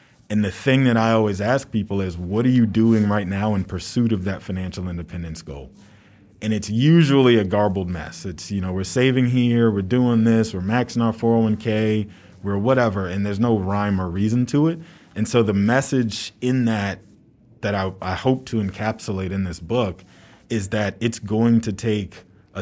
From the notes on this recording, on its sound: Coming to you live from CHROMA 22 in Philadelphia. This special live episode.